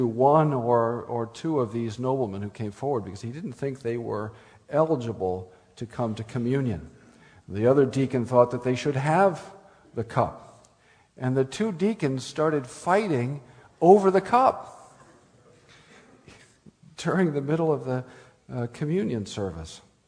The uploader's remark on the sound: speaks at the Spring Theology Conference of the Reformation Society of Oregon (May 2009)